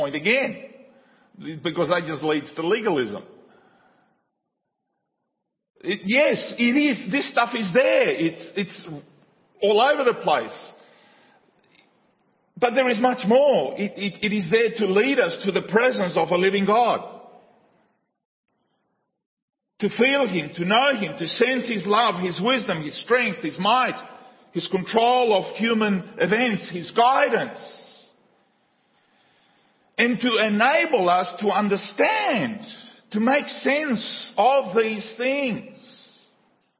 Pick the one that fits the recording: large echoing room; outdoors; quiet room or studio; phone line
large echoing room